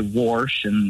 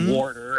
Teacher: warsper, with an extra R thrown in there · Term: R insertion